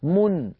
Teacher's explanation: نطقت ميما مضمومة بعدها نون ساكنة